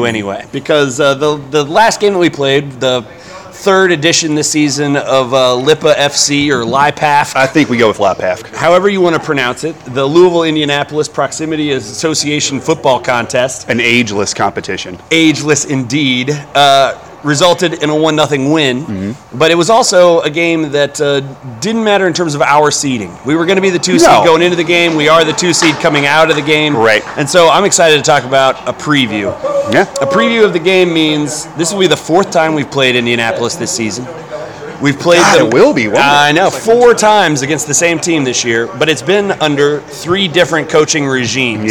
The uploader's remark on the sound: In The House was LIVE from Oxmoor Toyota with a plethora of special playoff guests.